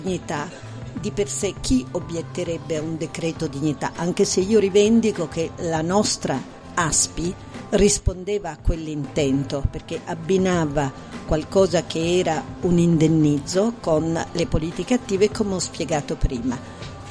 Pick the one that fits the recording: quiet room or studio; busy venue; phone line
busy venue